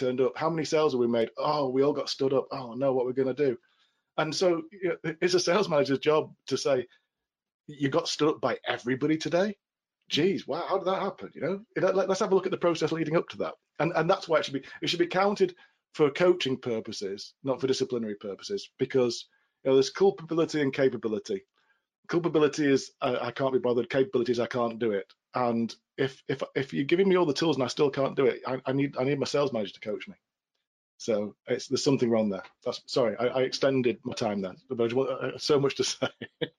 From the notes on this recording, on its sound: This episode of the B2B Sales Playbook Podcast is the audio from our previous webinar.